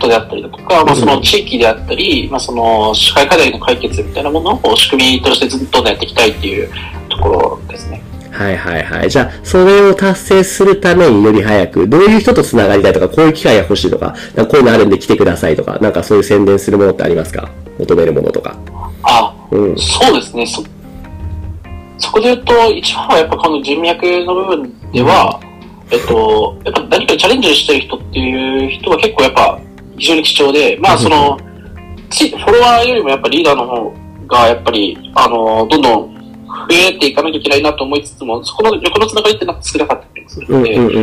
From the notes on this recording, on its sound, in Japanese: 今回機材トラブルで音割れが発生しております。